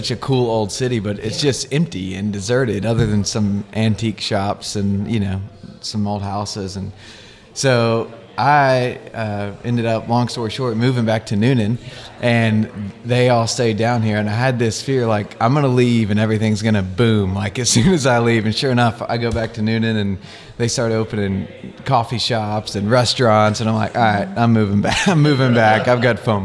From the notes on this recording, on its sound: Thanks to Station Coffeehouse for letting us use your beautiful space to record!